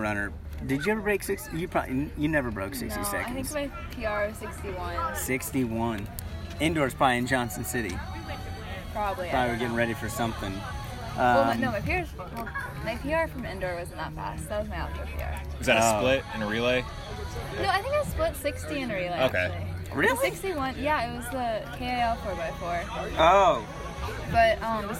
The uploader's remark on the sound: On location from the Thursday Night Track Meet at West High School.